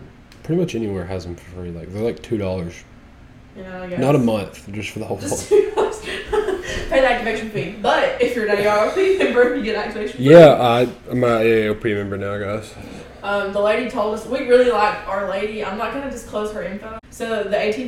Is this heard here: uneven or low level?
yes